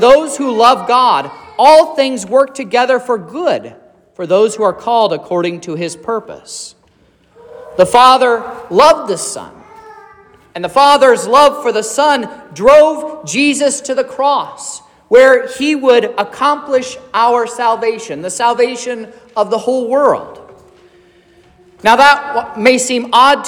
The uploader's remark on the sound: This is the sermon preached at Trinity Lutheran Church in Vallonia, Indiana, on Wednesday, March 15th, 2023